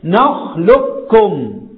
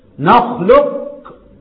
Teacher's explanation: فين القاف؟ ادغمت ادغاما كاملا ملهاش ريحه. لك لك نخلق، ما جبناش سيره القاف خالص، مش كده؟ · Term: ادغام كامل